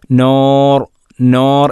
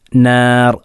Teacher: നോ എന്നല്ല നാ, നാ എന്ന് വായ തുറന്നാണ് പറയേണ്ടത്, നോ നോ എന്നല്ല പറയേണ്ടത്. · Shown in: second take · അത് തഫ്ഖീമാക്കുന്ന രൂപമാണ്. · Term: തർഖീഖാക്കണം